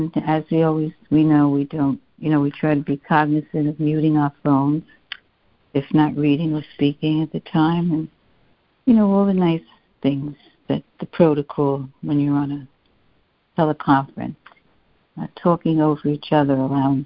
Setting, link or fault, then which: link, phone line